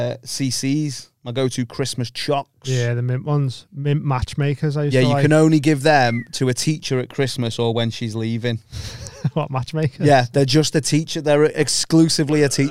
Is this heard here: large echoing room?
no